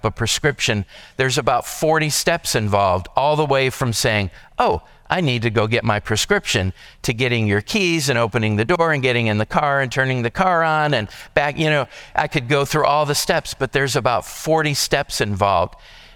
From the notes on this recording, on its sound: This podcast is a session recorded from our Alzheimer's and Dementia seminar held here at McGregor Baptist Church.